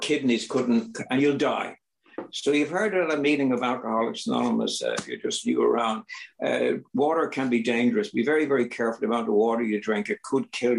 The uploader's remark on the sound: This was recorded at the Magical Mystery Tour Zoom Meeting in September of 2022.